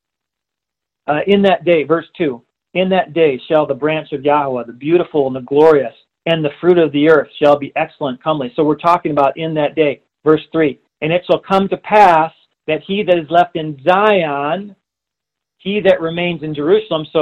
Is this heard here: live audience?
no